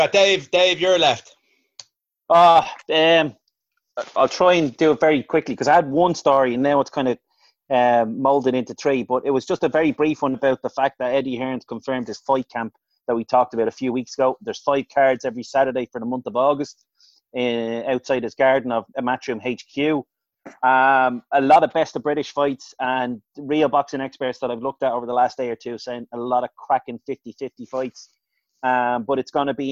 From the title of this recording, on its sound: Zoom Show